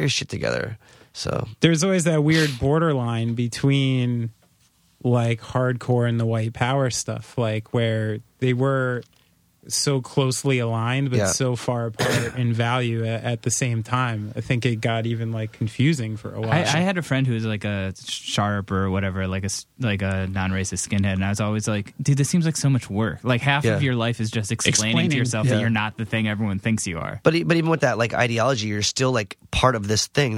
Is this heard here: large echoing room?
no